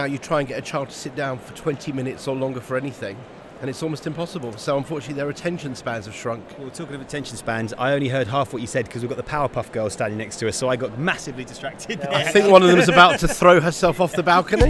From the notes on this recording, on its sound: Live from the London Toy Fair. Recorded themselves while they did it.